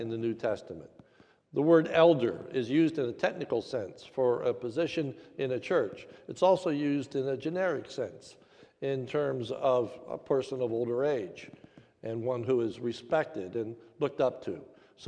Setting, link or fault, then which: setting, large echoing room